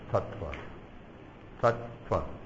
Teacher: It's not pronounced as if there were only one T. · Term: Double letters